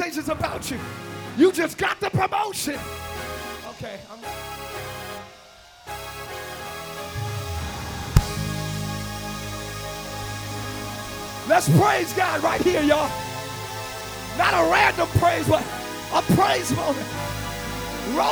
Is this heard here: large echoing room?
yes